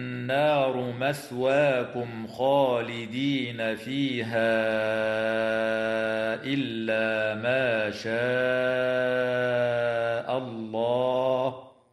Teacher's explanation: شاء الله. النون المشددة في كلمة النار حكمها الغنة بمقدار حركتين، والميم الساكنة في قوله تعالى مثواكم خالدين حكمها الإظهار الشفوي عند الخاء · تمد الألف من كلمة شاء بمقدار 4 أو 5 حركات من قبيل المد المتصل